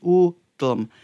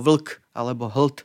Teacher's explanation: spoluhláska L je v slovenčine slabikotvorná, teda keď tam máme samohlásku a aj L, tak sú to dve slabiky U, tlm. · Term: slabikotvorné